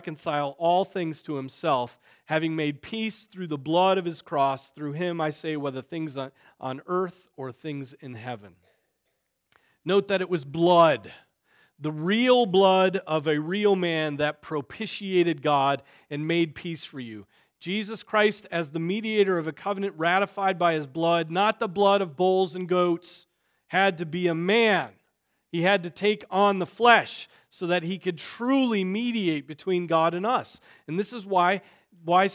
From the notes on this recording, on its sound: Preached on December 17, 2023 at Trinity Presbyterian Church ( Evangel Presbytery ) in Spartanburg, SC.